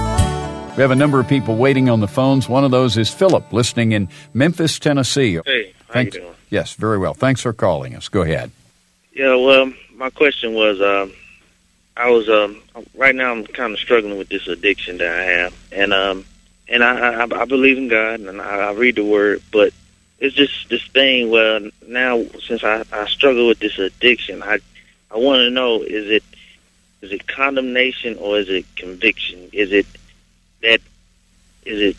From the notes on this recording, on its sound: answered listener questions on a variety of subjects over live call in radio